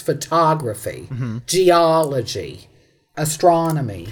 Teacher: you tend to have the stress on the first O of the suffix